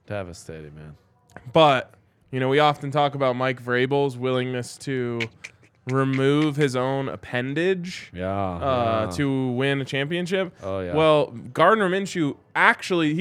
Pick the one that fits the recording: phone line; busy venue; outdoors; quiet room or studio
busy venue